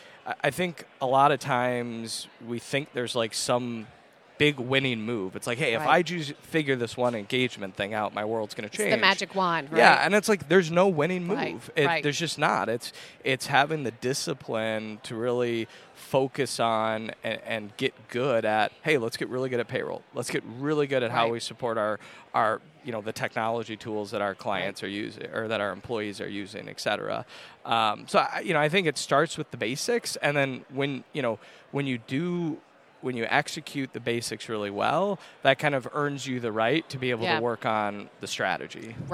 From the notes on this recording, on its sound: NIC Chats Podcast On the Road. Broadcast live from the 2023 NIC Fall Conference in Chicago.